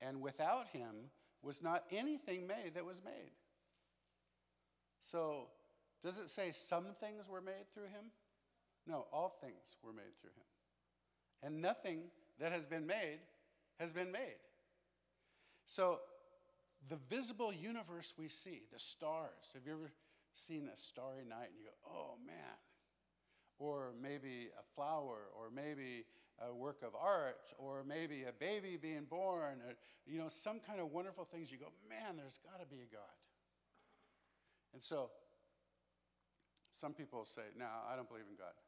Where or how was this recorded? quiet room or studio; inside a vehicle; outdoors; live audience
live audience